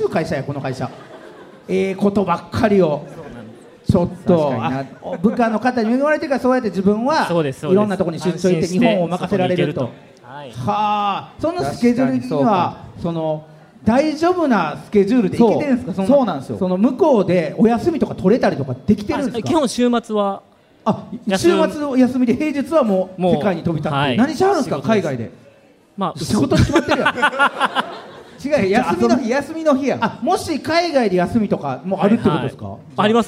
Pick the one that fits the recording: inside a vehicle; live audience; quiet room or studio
live audience